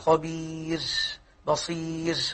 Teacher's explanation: الراء متوسطة، يعني ليست رخوة بالكلية وليست صوتها محبوس أي شديد بالكلية